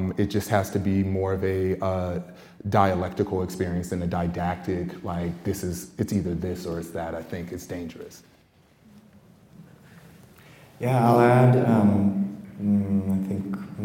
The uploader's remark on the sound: This special bonus episode is a live recording from the APAP|NYC+ 2023 conference in New York City. Arts workers from across the country came together for a panel.